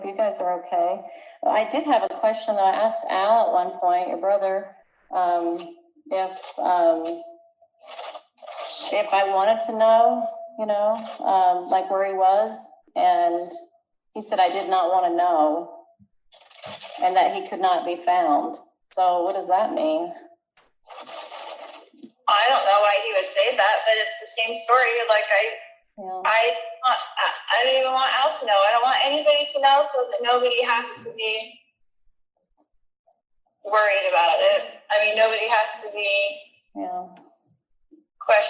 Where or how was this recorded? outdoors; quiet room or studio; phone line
phone line